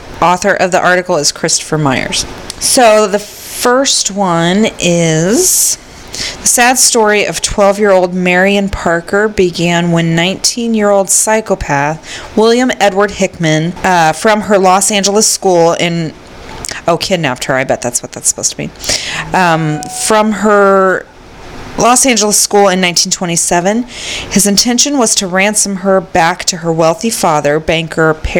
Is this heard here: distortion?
yes